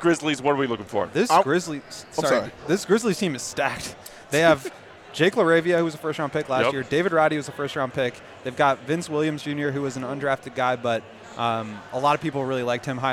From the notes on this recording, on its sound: LIVE from Summer League in Las Vegas!